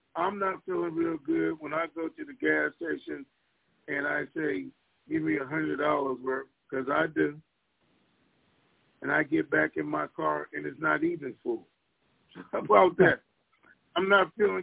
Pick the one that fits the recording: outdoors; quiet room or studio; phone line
phone line